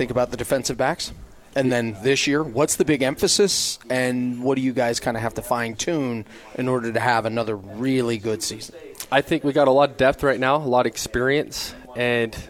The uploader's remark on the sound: Live from BYU Media Day.